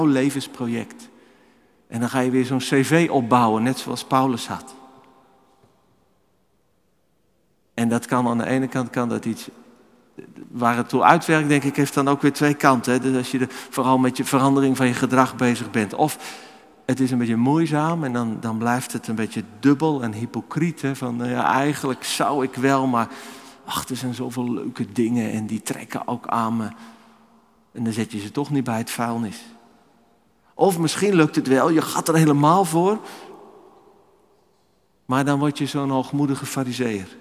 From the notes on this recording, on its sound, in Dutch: Opgenomen in de Noorderkerk te Amsterdam.